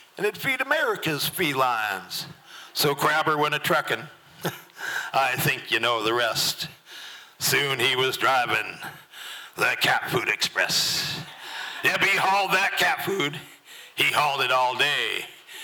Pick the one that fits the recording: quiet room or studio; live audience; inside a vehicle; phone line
live audience